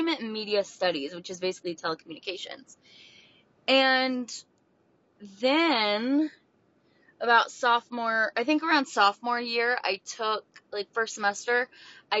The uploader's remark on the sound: Enjoy this casual style recording via voice memos as I’m on vacation